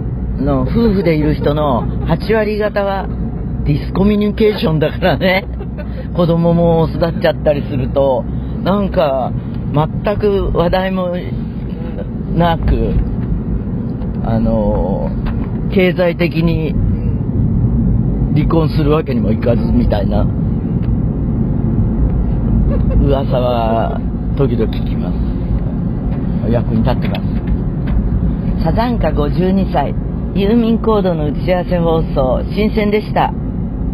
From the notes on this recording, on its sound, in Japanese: 全国アリーナツアー【The Journey】も第二期に突入！今週は宮城・仙台から会場に向かう車の中からお届けです。